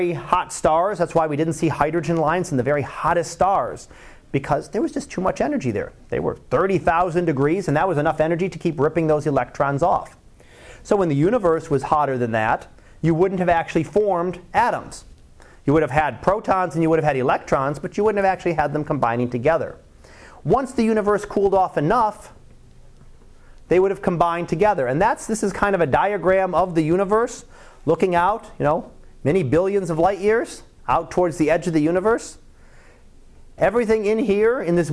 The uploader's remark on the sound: Live Class Lecture